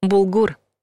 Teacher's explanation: ударение нужно ставить на последний слог